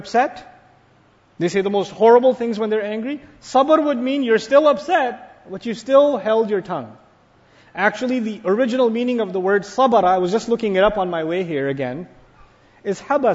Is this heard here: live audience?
yes